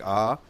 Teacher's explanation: Tafkhim is making something like Ah, okay, open and heavy. And Tarqiq is like Ah.